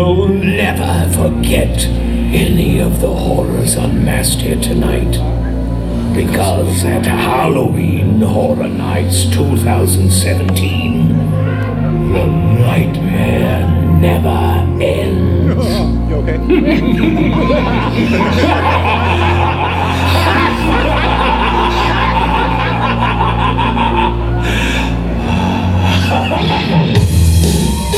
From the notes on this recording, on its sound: Opening Night of Halloween Horror Nights 2017 at Universal Orlando Resorts